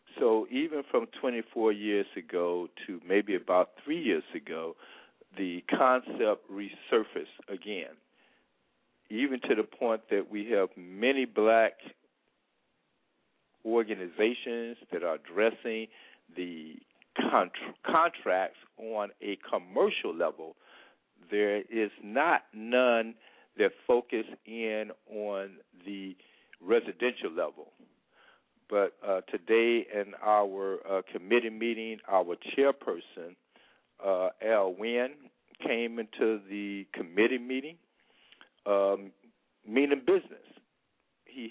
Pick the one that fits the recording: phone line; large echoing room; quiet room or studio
phone line